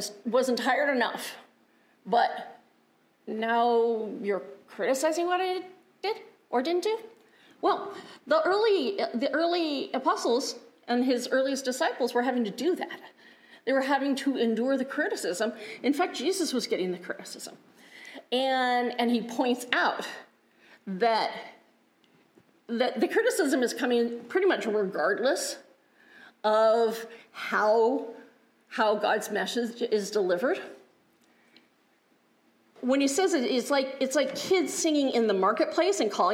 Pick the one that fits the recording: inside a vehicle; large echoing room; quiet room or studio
large echoing room